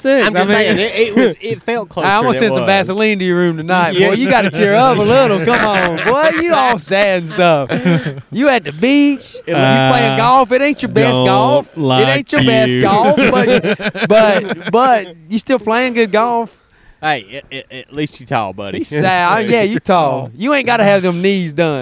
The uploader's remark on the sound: Beach Podcast! We recorded an episode on the beach and it’s a great one.